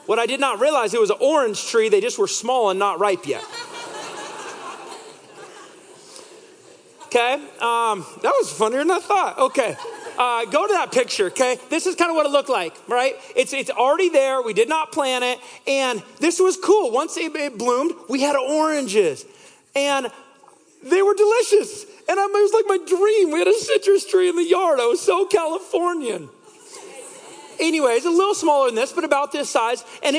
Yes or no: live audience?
yes